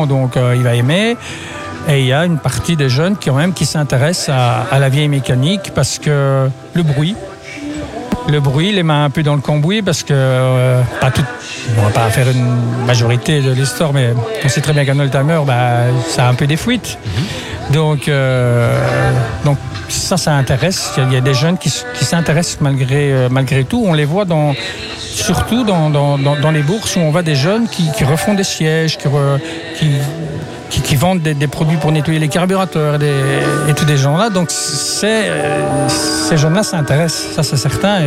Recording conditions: busy venue